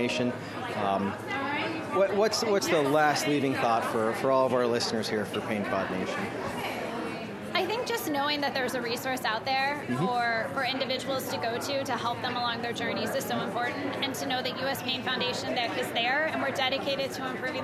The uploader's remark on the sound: PAINWeek 2022 Conference Summary. Checkout this mobile mic episode of the Pain Pod as we team up with the folks of PAINWeek to give you, Pain Pod Nation, the audio vibe of the electricity of being there in person.